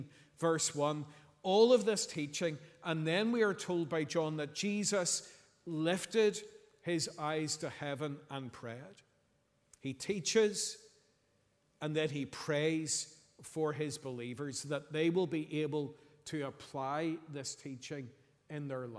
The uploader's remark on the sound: Sunday 26th November 2023 evening service